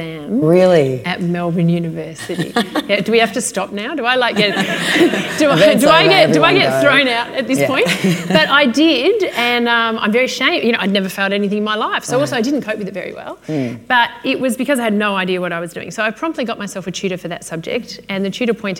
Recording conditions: busy venue